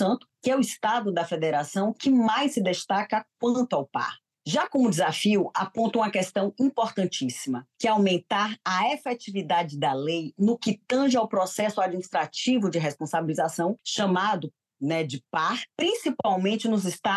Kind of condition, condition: link, video call